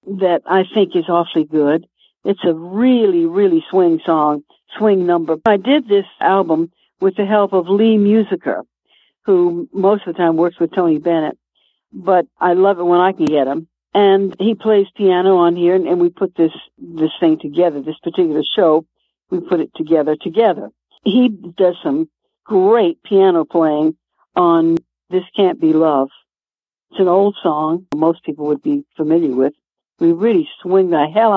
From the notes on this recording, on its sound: It was a very magical moment when she called in to chat for a few minutes.